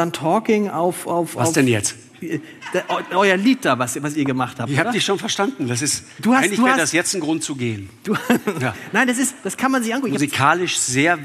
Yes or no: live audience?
yes